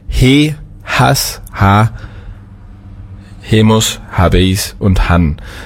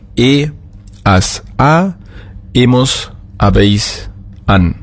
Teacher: Das heißt, ich lese es jetzt mal falsch vor, he, has, ha, hemos, habéis und han. Das H ist natürlich im Spanischen stimmlos · Shown in: second take · und daher haben wir dann e, as, a, hemos, habéis, an.